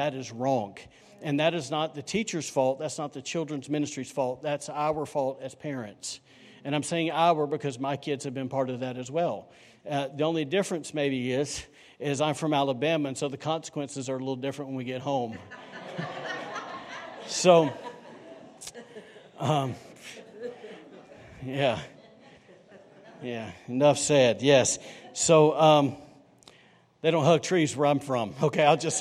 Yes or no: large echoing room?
yes